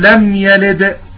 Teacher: هذه الدال قلقلة وسطى في المرتبة الثانية، وعندما نصلها نقول لم يلد ولم، تصبح من القلقلة الوسطى إلى القلقلة الثالثة، إلى من المرتبة الوسطى إلى المرتبة الثالثة، إلى المرتبة الثالثة، واضح؟